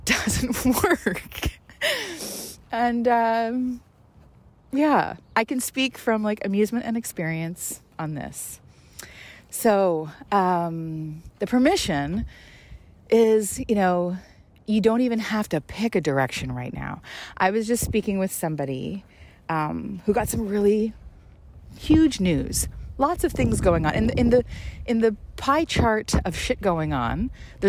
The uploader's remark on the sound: takes us on another windy stroll outdoors